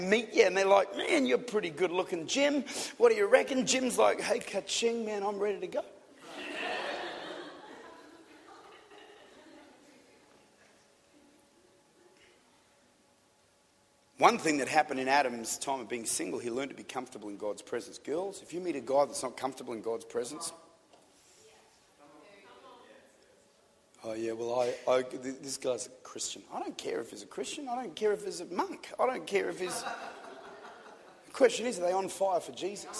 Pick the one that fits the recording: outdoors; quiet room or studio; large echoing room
large echoing room